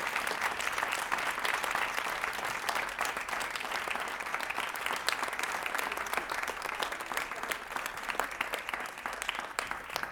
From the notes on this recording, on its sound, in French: Captation audio de la déambulation de Rabastens (Tarn, 81) dans le cadre des Journées du Matrimoine. Enregistré avec un Zoom H2N, audio limité et normalisé.